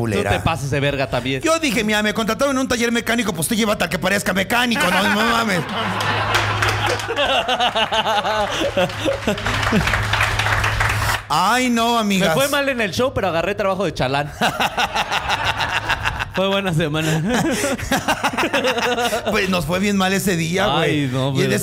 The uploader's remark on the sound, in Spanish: EN VIVO DESDE LA CAJA POPULAR